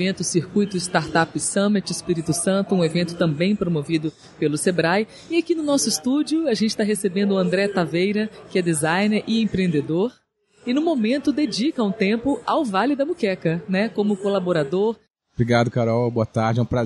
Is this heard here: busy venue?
yes